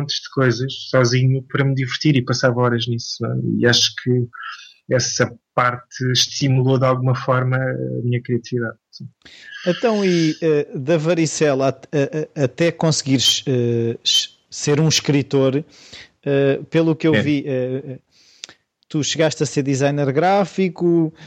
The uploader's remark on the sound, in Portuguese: Vivia em Portimão, e aí volta o Skype a entrar em acção. Emprestou o computador ao pai, conseguimos estabelecer contacto. Normalmente este tatear dos convidados é feito pessoalmente, antes do gravador estar ligado, mas no Skype perde-se essa ambientação.